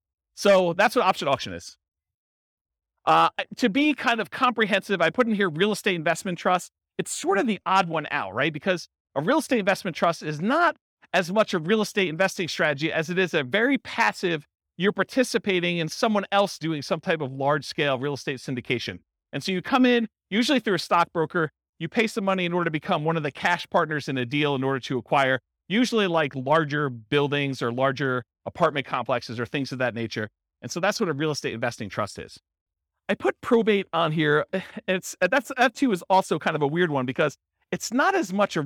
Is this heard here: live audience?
yes